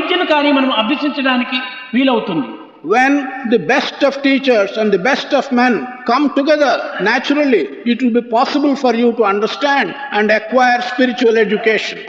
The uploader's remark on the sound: Divine Discourse on 18 November 1975 during the valedictory function of the Balvikas gurus conference